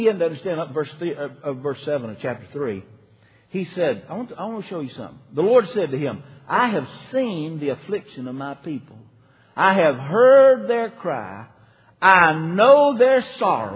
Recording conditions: large echoing room